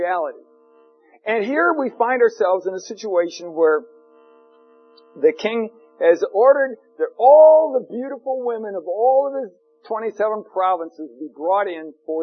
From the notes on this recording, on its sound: For an unknown reason, there is a hiss in the recording.